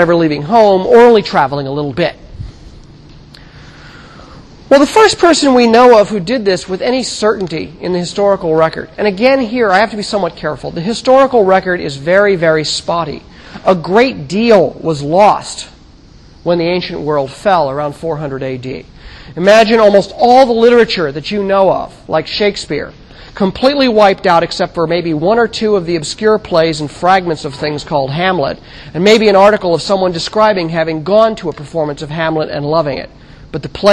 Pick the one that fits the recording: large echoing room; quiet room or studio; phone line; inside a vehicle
large echoing room